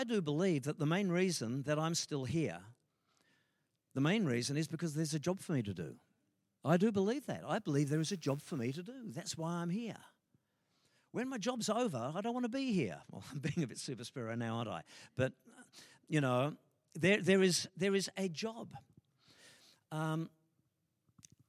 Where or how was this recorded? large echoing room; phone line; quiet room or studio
large echoing room